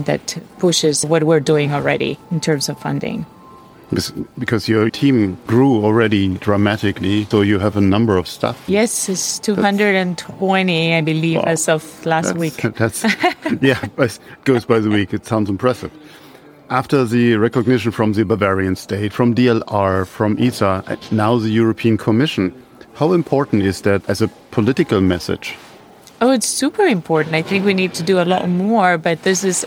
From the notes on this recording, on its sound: On tour in Brussels at the 14th European Space Conference in the Egmont Palace. In this format, you will hear conversations or the entire team of SpaceWatchers while being out on the road.